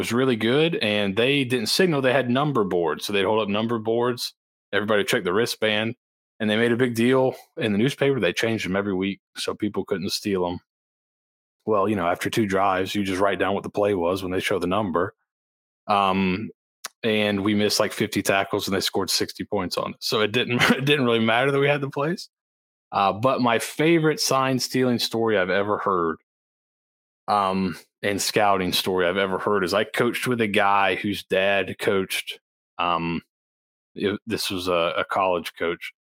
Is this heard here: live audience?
no